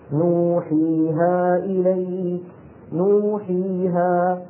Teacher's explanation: نوحيها ثلاثة أصوات بنفس الطول · Term: المد الطبيعي